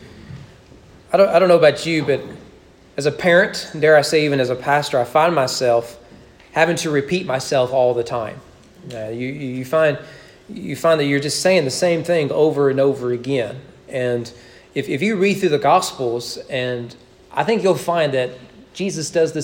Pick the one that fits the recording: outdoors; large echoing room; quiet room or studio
large echoing room